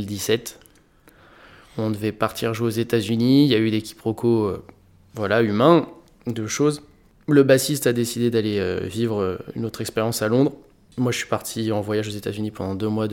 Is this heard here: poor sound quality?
no